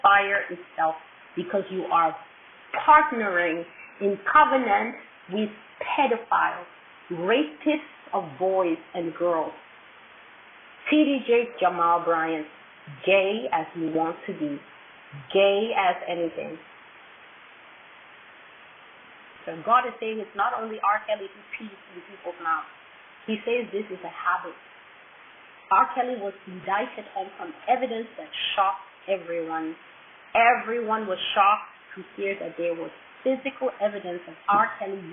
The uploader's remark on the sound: THIS IS FROM A LIVE PRAYER CALL RECORDING.